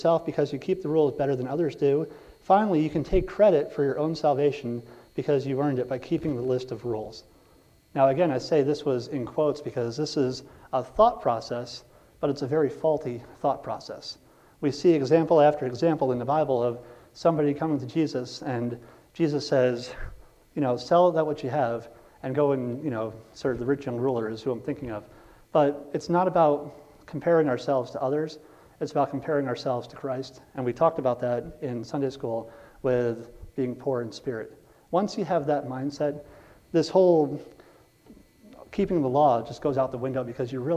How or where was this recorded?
large echoing room